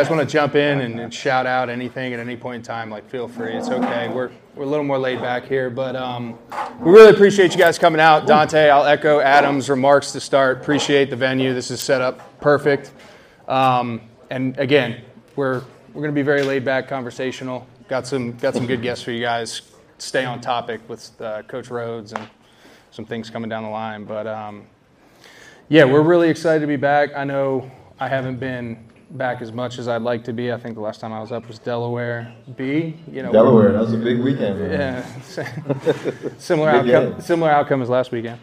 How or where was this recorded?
busy venue